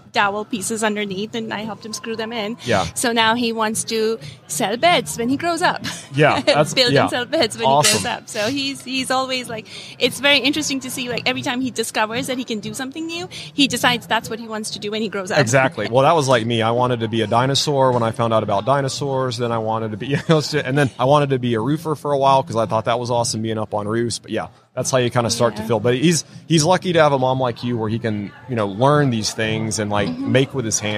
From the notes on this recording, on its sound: LIVE from WORKBENCHcon 2022